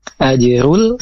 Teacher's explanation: ini alif lam komariah. Terdengar suara lamnya dan juga di depan huruf lam itu tidak ada huruf yang bertasydid.